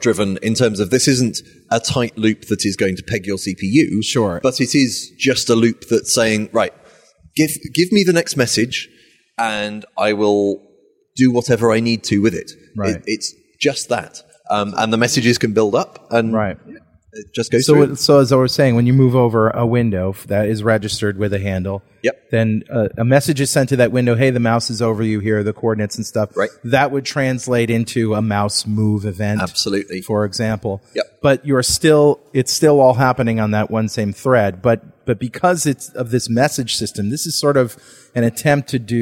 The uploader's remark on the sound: While at the Norwegian Developers Conference